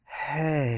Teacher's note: It's breathy and high. Which can be kind of fun in small doses, but if you're doing it all the time, it's just like... · Term: breathiness